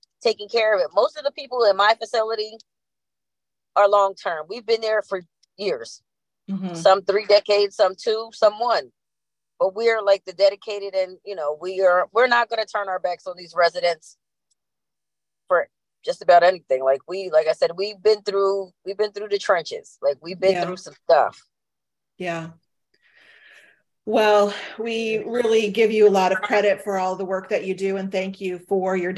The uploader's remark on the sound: sharing the audio from Consumer Voice’s webinar